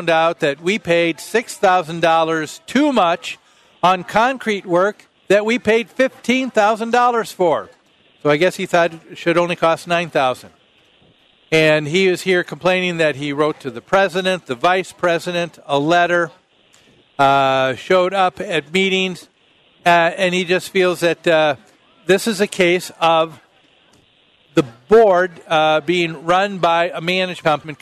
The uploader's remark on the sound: Live at the MN State Fair